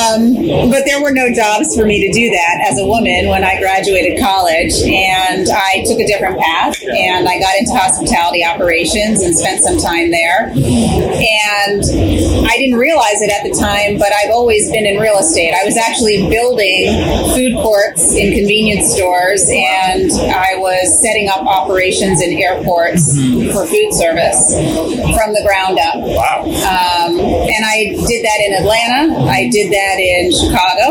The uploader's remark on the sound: LIVE AT NAA